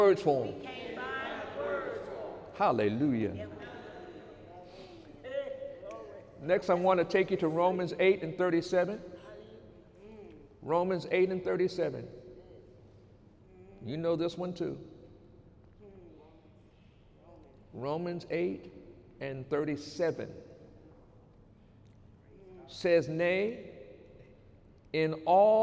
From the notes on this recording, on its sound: During Sunday morning service on December 2, 2018